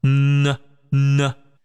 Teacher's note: 发呢的时候口腔小一些，往鼻腔靠